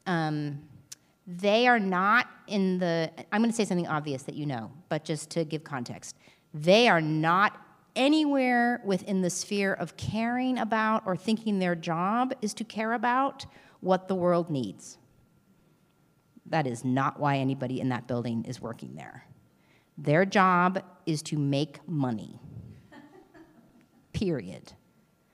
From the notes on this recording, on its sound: LIVE Q&A From The SLO Film Festival.